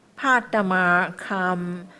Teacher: 尾音的时候多加一个鼻音